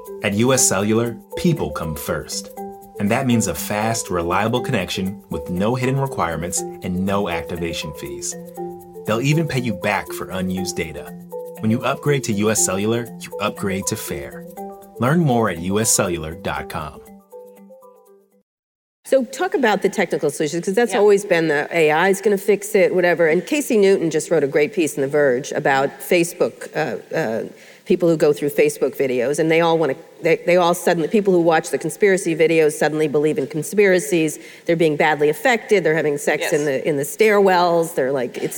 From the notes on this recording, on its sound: live interview recorded at Lesbians Who Tech in San Francisco